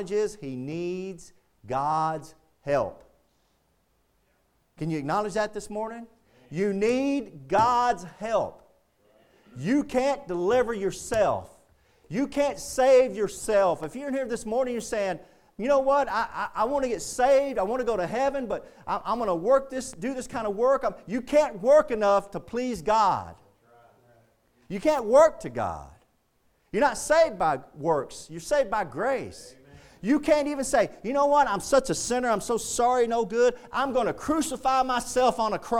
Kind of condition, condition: setting, large echoing room